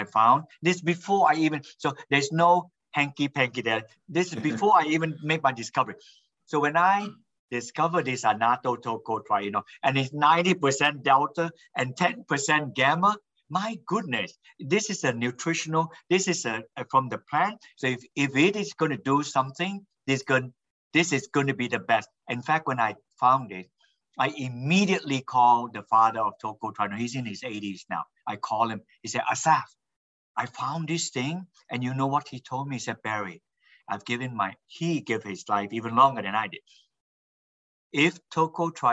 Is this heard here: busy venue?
no